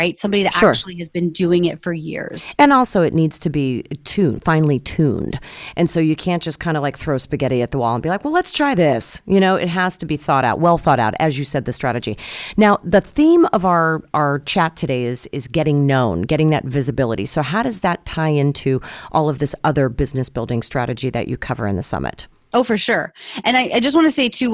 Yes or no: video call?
no